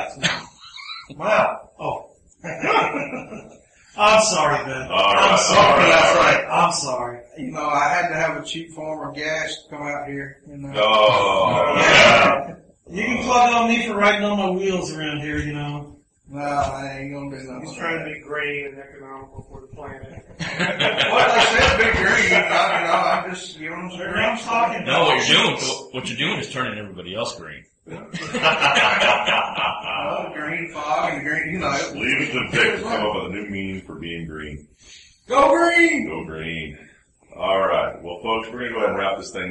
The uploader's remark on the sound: The crew is live from QuakeCon 2010 and we talk about the largest free LAN in the US.